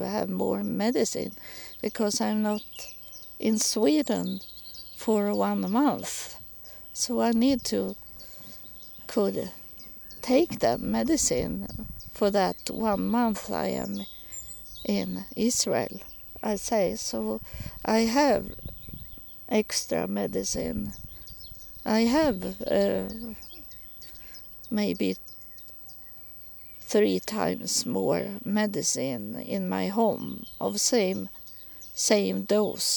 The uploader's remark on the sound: Recording in the park.